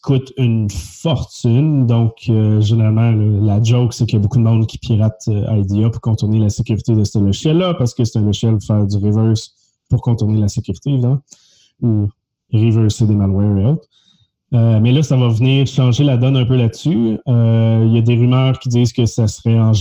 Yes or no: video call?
yes